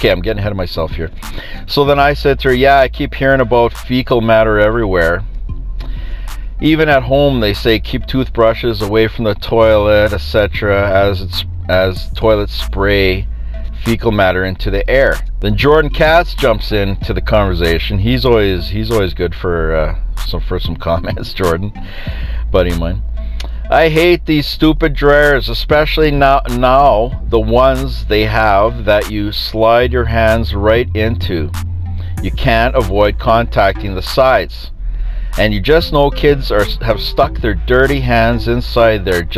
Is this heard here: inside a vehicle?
yes